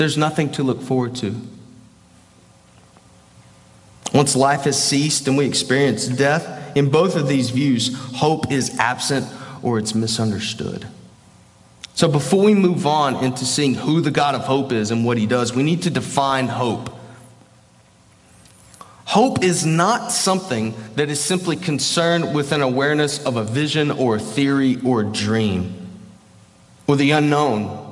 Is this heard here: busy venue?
no